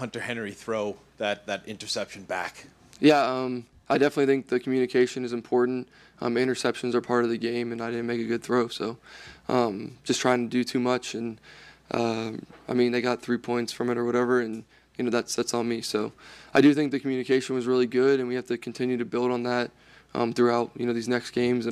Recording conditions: busy venue